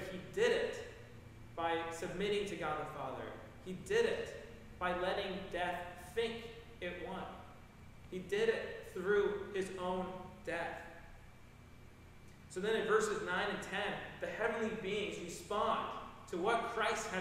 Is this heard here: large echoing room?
yes